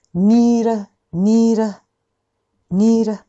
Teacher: need の D は、フラップです。